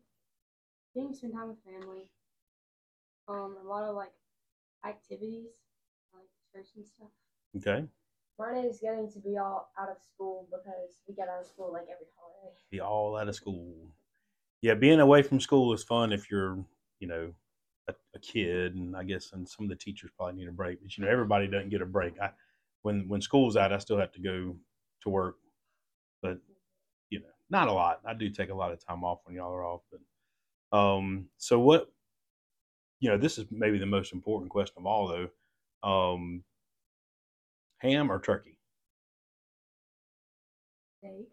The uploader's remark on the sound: We had a microphone malfunction, so you have to listen a little harder to the girls.